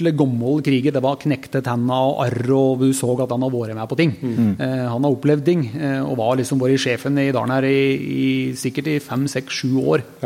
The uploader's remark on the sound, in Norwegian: Live fra Flå. I denne ukens episode får du høre Jegerpodden Live fra Jakt og Fiskesentret i Flå under årets Rovvilthundseminar.